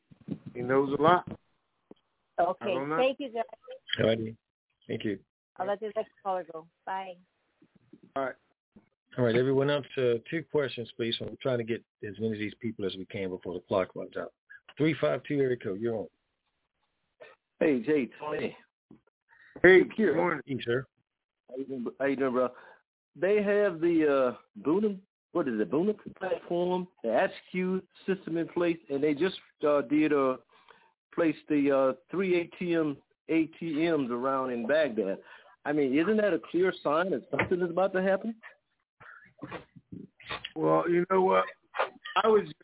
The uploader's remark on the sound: TNTSuperfantastic Conference Call